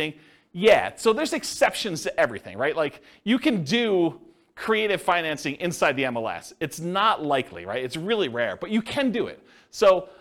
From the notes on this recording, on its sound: This was a live class recorded